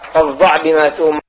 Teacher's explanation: من الحروف كذلك الفرعية الصاد المشربة، المشربة والمشوبة والمشمة بصوت الزاي، وذلك أنك تأتي تخرج الصاد من مخرجه صاد ولا تنتقل إلى مخرج الزاي، وإنما تدخل عليها صوت الزاي للمخرج · Term: الصاد المشمة زايا